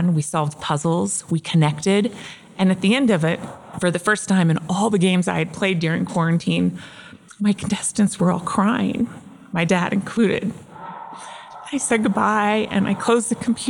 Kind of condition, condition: setting, busy venue